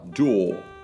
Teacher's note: R не читается в конце слов, а получается красивый такой А. а. Да, такой глубокий А.